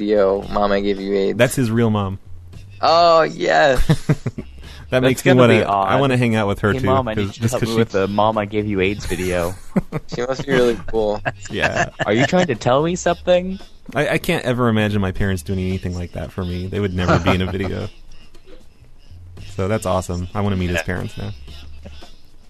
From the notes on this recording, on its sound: Prank Phone Calls